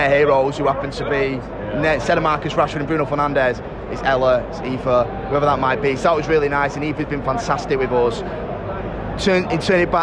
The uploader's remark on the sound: Talks live from Old Trafford. Review United’s performance at half-time and full-time.